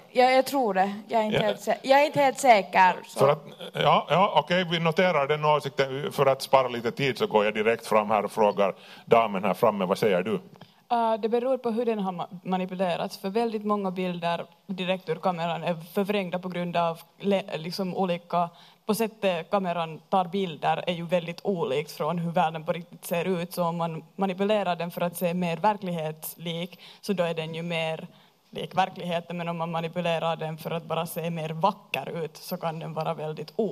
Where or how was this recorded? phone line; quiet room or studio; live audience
live audience